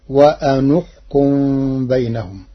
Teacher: قرأ ورش كلمتي وأنحكم بضم النون لضم ثالث الفعل وهي الكاف، فتصير وأنحكم بينهم.